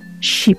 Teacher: при смягчении центр языка поднимается вверх, к середине неба · Term: палатализация